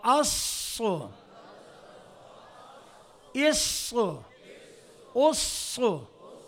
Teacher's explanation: जुबान की जड़ को ऊपर उठाएंगे सेंटर को ऊपर उठाएंगे तो आवाज़ आएगी असो · Term: स्वाद